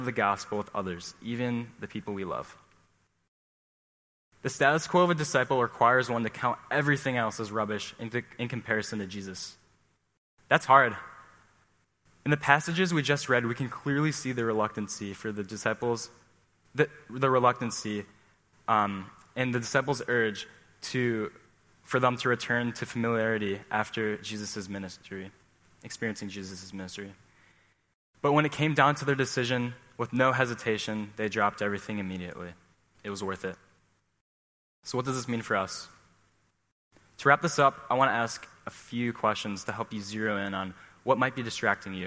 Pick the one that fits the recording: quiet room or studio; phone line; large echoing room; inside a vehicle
large echoing room